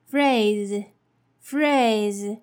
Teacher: Its original vocabulary is phrase, phrase, P H R A S E, but notice that the S E here is pronounced as Z, Z instead of S, S.